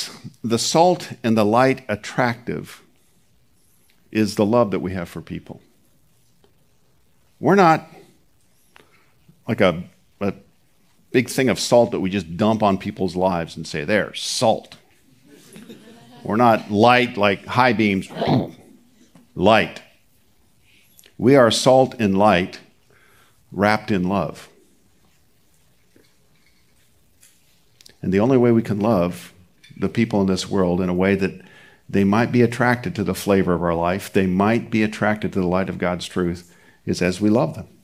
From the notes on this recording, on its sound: Recorded at Seabreeze Church